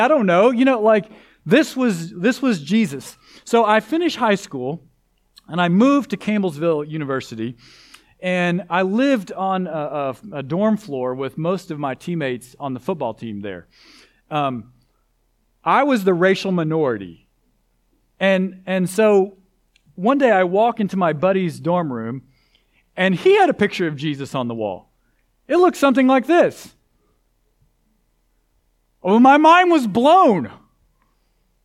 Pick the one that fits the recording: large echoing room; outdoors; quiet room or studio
large echoing room